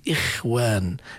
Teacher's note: لأن الخاء المكسورة أو الخاء الساكنة بعد كسر حكمها التفخيم النسبي، أي في أدنى مراتب التفخيم